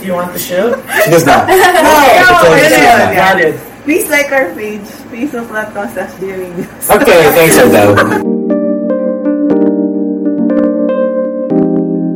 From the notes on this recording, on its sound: You'll have to excuse us for the quality of this week's episode, as we encountered some technical difficulties beyond our control!